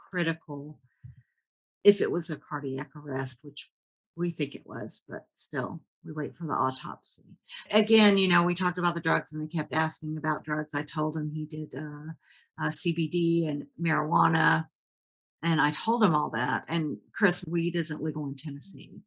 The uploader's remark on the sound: In this Snow & Tell Zoom discussion.